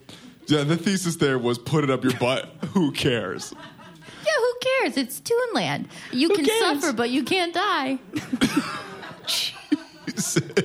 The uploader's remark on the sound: LIVE at Second City Hollywood 1/9/2020